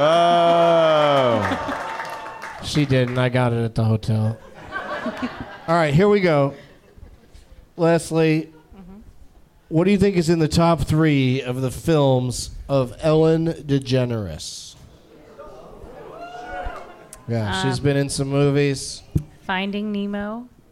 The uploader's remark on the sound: Live from Cafe Istanbul in New Orleans